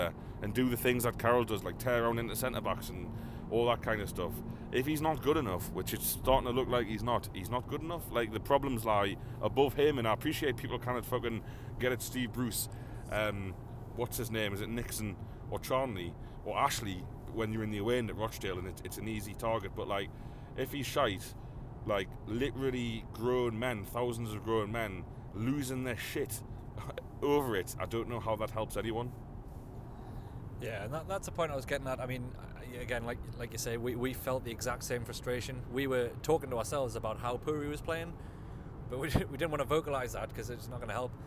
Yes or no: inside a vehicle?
yes